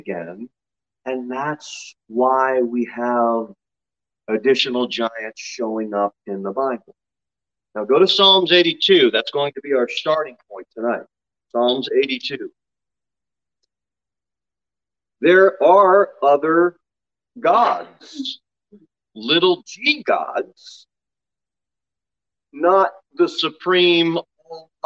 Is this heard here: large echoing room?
yes